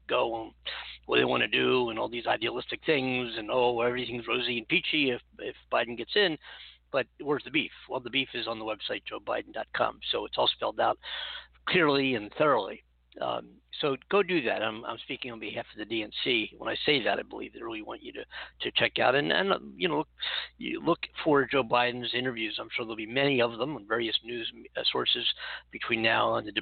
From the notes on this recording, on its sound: It is a live call in show.